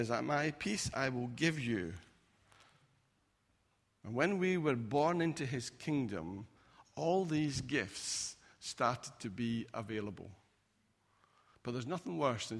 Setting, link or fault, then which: setting, large echoing room